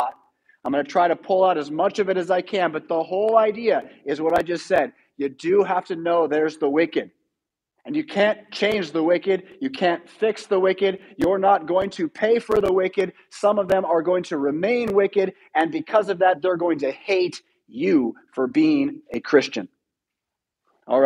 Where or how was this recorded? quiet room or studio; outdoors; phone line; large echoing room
large echoing room